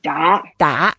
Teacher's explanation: Da is the third tone. So we go down first and go up and we sound a bit angry, upset.